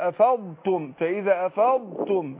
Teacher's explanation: يعني أنا أفصل أحقق الضاد أنا بأتي بالصفة بتاعتها واخد بالك وروح جايب التاء عشان ما يحصلش ادغام